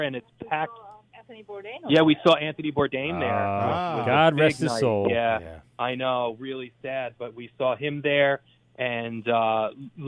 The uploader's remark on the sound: LIVE Interview with Red Tank Brewing in NJ. They take a phone interview with up-and-coming brewery Red Tank from Red Bank NJ. The cast of characters call in to talk about their adventures.